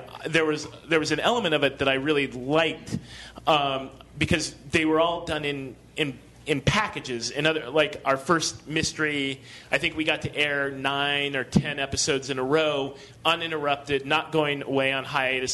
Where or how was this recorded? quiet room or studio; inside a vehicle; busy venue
busy venue